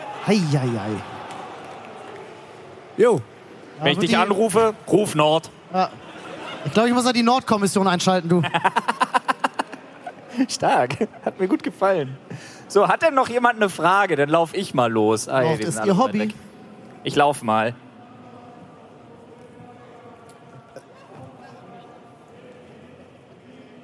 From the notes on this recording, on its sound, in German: Live von der Polaris in Hamburg